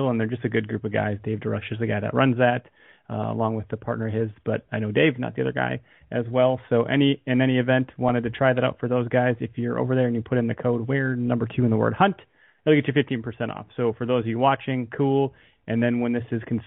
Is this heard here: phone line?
yes